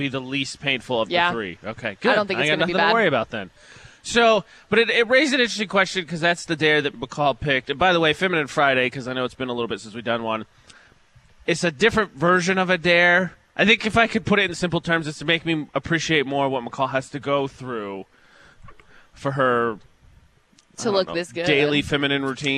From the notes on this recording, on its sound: broadcast live from Bear River High School